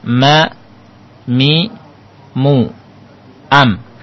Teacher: Keluarnya huruf ba dan mim bintibaqi syafatain dengan merapatkan dua bibir